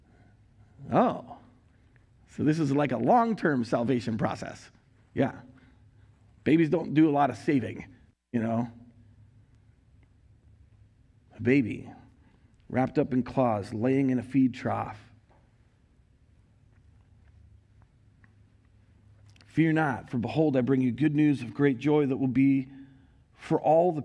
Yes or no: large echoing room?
yes